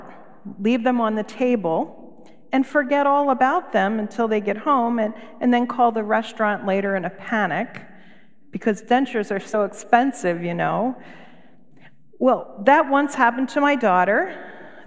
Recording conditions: large echoing room